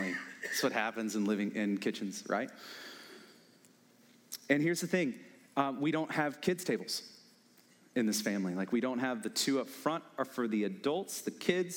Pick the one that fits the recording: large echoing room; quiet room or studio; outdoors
large echoing room